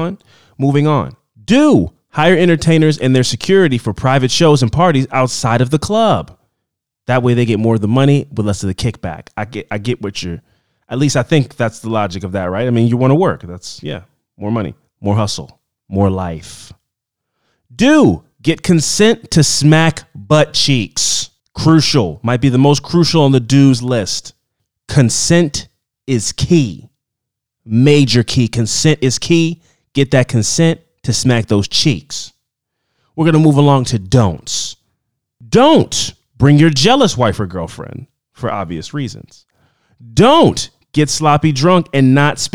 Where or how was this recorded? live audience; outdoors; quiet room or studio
quiet room or studio